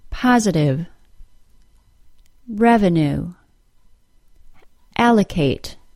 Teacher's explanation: Listen to some other words with the pattern of main stress, schwa, secondary stress